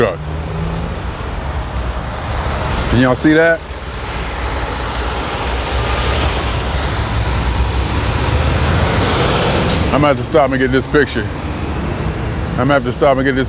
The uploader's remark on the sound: Me Walking Talking June 25, 2021: Being Alone With Me In New Haven, CT